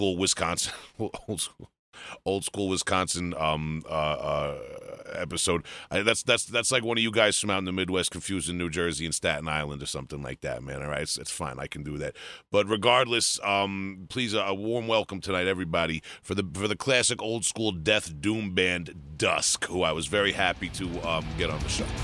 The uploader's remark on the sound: call into the hole